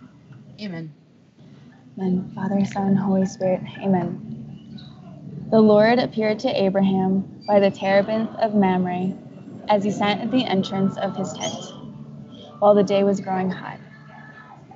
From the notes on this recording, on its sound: who was in a coffee shop while we were recording, so enjoy the awesome soundtrack in the background